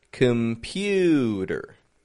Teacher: Which is the stressed syllable? The middle, the pew, pew, computer. The C-O-M isn't getting a com, it's getting just a com, com.